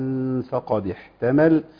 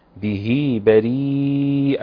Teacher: عندي صلة صغرى لازم أجيب الحركتين بتوعها